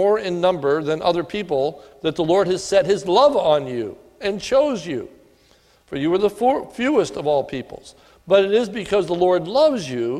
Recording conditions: large echoing room